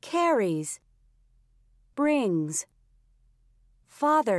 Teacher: Puts. Z. After voiced endings.